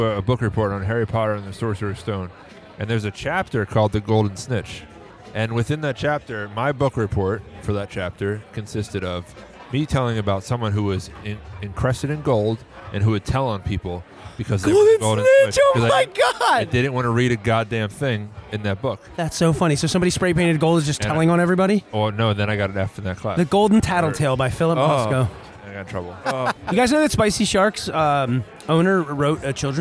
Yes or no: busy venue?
yes